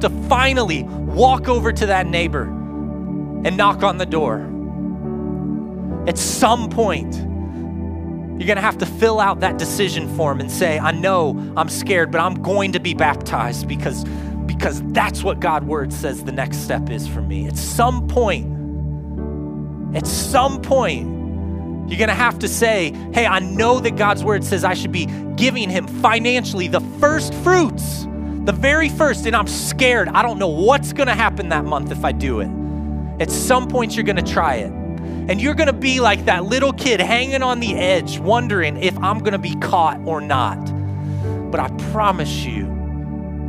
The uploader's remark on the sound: Join us for a new teaching live from Covenant Church! In Person services at 9:30am and 11am at AMC Theatre Grove City.